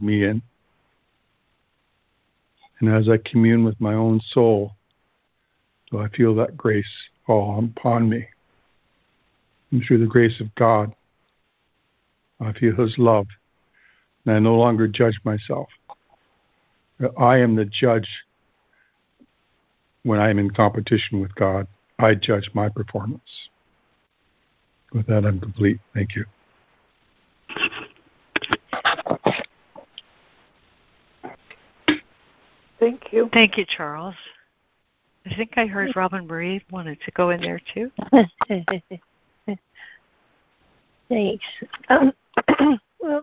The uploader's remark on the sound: ACIM Daily Conference Call